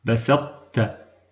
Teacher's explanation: مثاله: بسطت، تبقى من الطاء صفة الإطباق